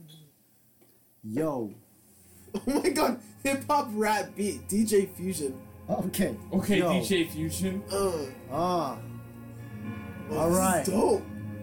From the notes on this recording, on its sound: Old unreleased episode with old sound.